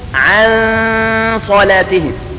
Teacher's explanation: لاحظتم أنني ما قرأت النون قراءة واضحة بل أخفيتها، فحكمها هنا الإخفاء بغنة